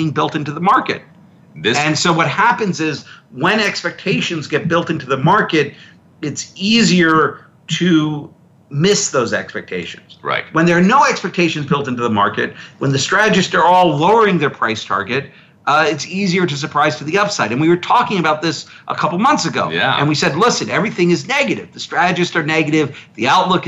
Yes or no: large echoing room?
no